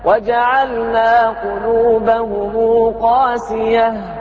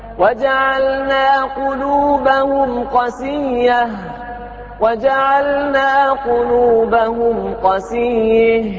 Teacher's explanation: حمزة والكسائي المرموز لهم بشين من شفا يقرؤون قسية، قسية على وزن مطية بتشديد الياء قسية والقصر · Shown in: second take · القصر المقصود به دائما هنا عدم المد بالكلية اللي هو حذف الألف.